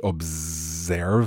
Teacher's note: observe has normally in English a Z sound, a voiced S. So it's like a Z almost, or a Z, as in zoo.